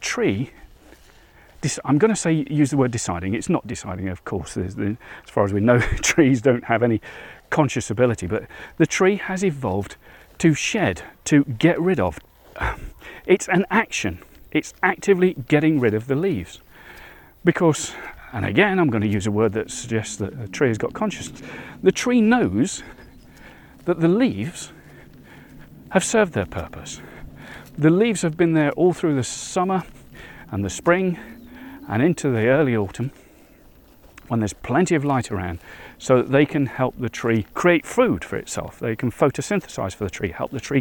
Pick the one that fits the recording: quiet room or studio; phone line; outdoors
outdoors